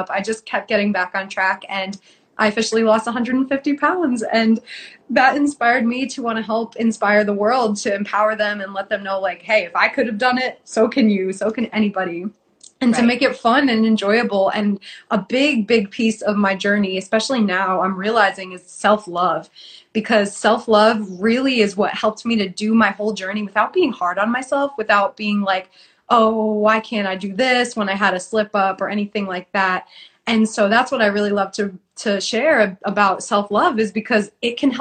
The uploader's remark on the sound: on Instagram live